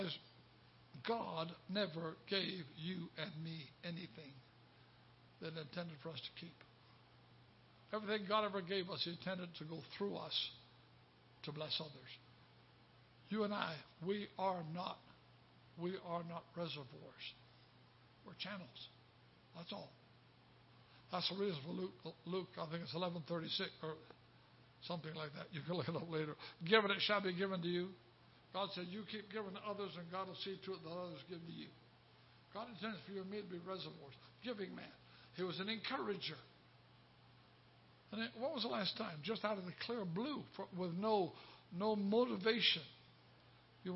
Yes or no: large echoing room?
yes